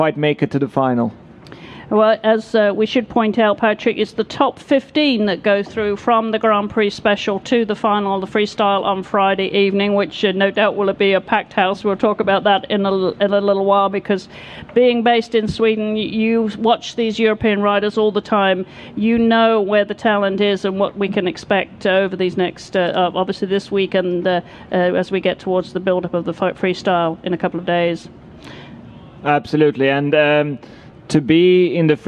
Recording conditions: live audience